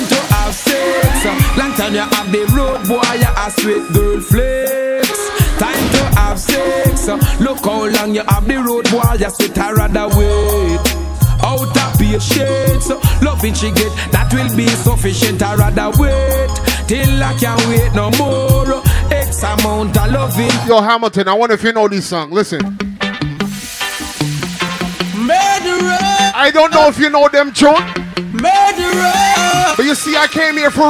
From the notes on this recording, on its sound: ZEN NIGHT CLUB-HAMILTON Z (LIVE AUDIO DIRTY). INSIDE ZEN NIGHTCLUB, HAMILTON ONTARIO.